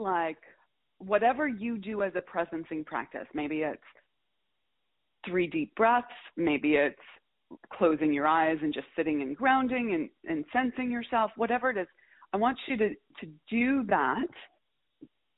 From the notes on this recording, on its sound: Listen to this call as I walk my client through this situation. All of these coaching calls have been recorded with permission, and the sound quality may vary.